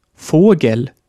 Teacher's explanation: Bei Vogel ist das E vor einfachem Konsonant kurz, weil es unbetont ist.